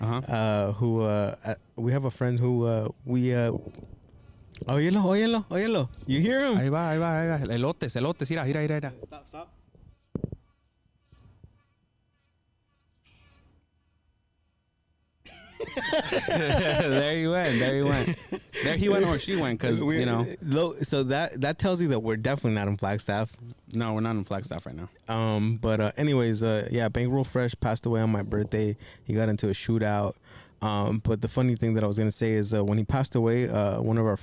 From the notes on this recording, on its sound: Outside Happy Easter Sunday. We're literally outside this episode!!!